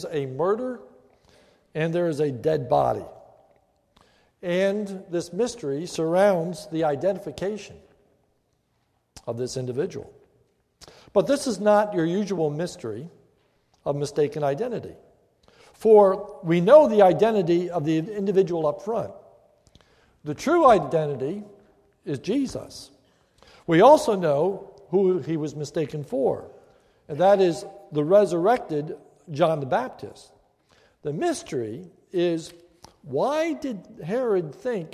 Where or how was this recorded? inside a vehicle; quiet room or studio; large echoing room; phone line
large echoing room